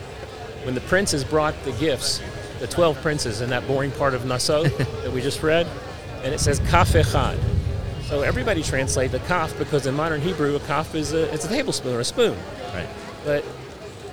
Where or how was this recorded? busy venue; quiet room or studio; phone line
busy venue